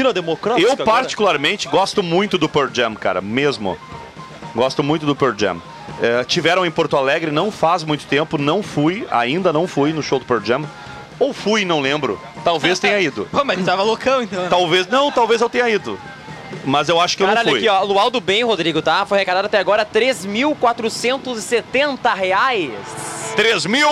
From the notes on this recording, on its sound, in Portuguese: Especial Invasão 97 ao vivo da Esquina democrática.